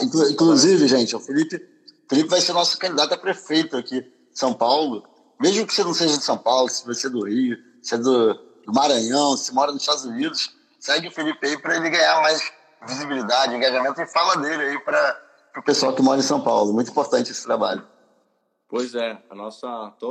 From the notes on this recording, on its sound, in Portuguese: Live no Instagram